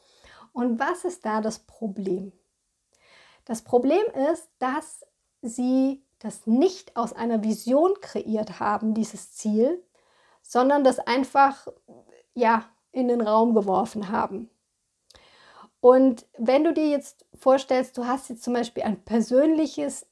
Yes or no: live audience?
no